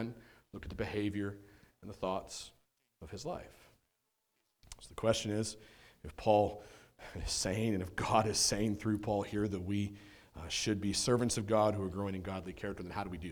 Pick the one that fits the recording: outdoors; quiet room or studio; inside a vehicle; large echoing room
large echoing room